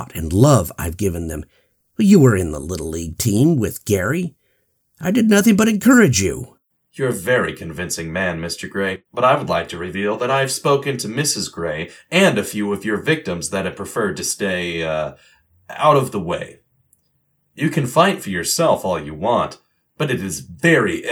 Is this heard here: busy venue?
no